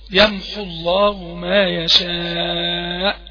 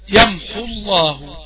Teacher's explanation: يبقى اذا واو المد حذفت لالتقاء الساكنين